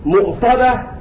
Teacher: كلمة مؤصدة قرأها أبو عمرو بالهمز